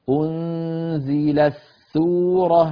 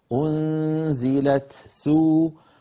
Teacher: ومن القراء غير حفص، عدد من القراء يدغمون التاء في السين كما تفعل ذلك بعض القبائل العربية · Shown in: first take